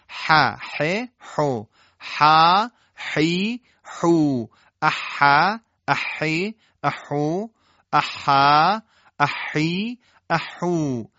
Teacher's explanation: پس حا با گرفتگی ادا میشه و نه مثل های دو چشم و نه افراط در حا که تبدیل بشه به خا